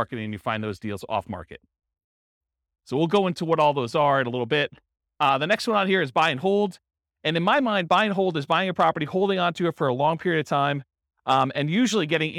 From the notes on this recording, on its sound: This was a live class recorded